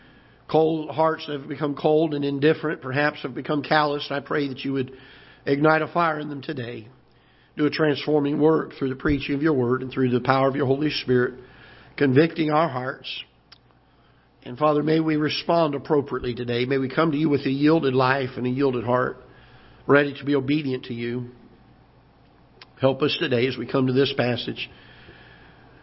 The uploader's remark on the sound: Ketha Heights Baptist Church ~ Live Broadcast